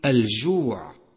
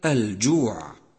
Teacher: عكس الهمس الجهر، لاحظه في حرف الجيم من كلمة الجوع، حيث امتنع جريان النفس عند النطق به · Shown in: second take